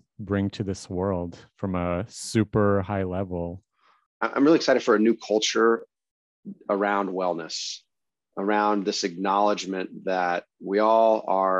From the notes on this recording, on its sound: I generally start the podcast as soon as I connect with my guest on Zoom. The podcast has a little bit of a jump at the beginning.